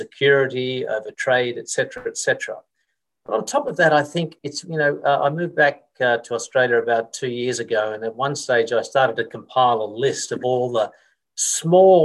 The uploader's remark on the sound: In this La Trobe Asia webinar a panel of experts will discuss these questions. Recorded live via zoom.